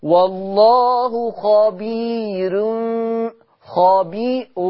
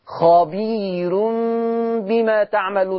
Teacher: يبقى بترقق الراء لورش ليه عشان الراء مضمومه · Shown in: second take